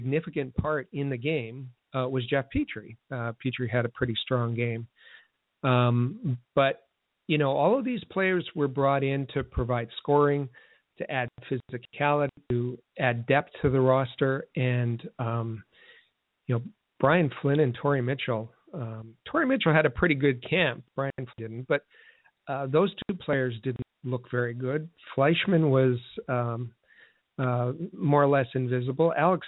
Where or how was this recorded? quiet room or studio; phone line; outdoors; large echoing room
phone line